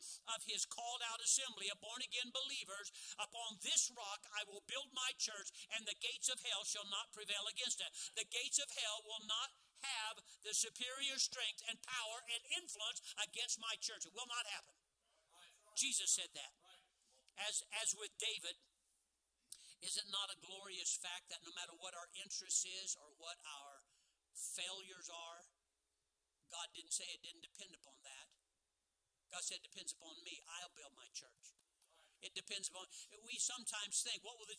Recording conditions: large echoing room